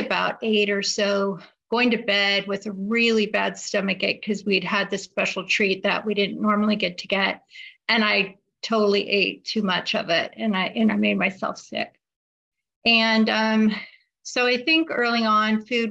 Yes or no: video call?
yes